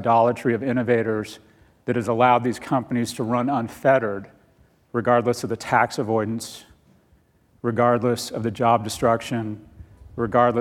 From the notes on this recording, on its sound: Recorded live on September 9, 2019 at Code Commerce in New York City.